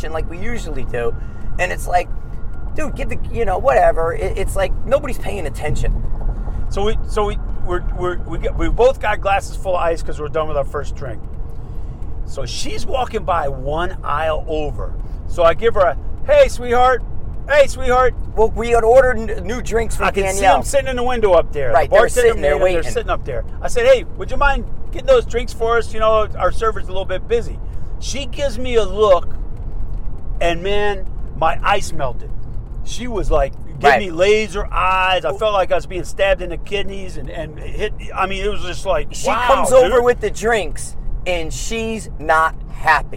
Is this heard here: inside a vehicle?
yes